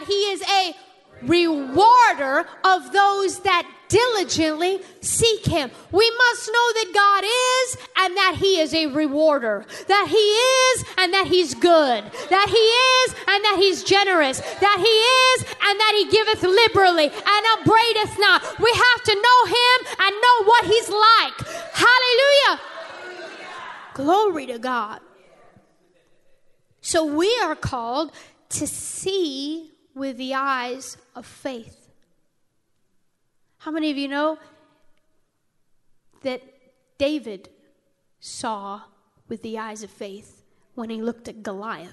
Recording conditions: large echoing room